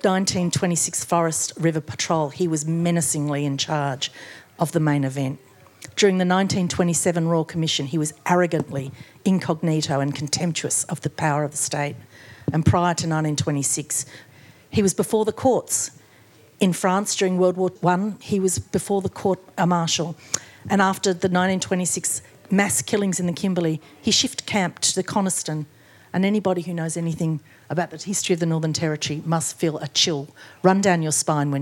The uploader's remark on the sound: A recording of the launch